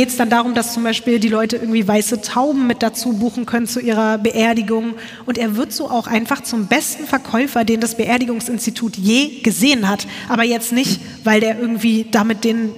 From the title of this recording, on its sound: LIVE in Stuttgart